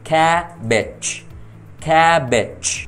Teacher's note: sẽ nhấn âm đầu tiên